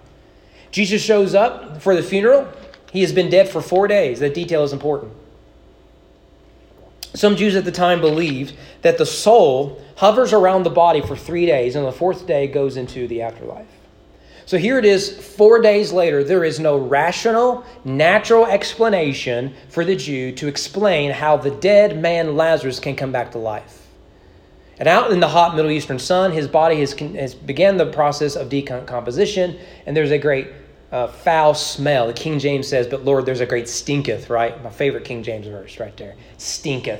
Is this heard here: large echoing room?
yes